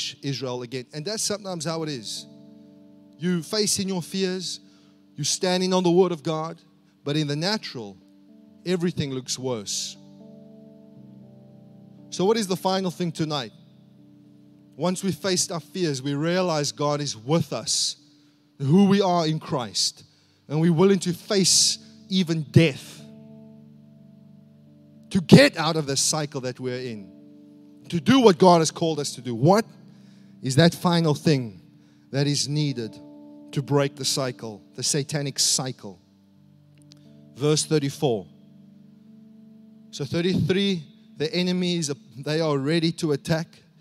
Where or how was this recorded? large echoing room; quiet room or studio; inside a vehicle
large echoing room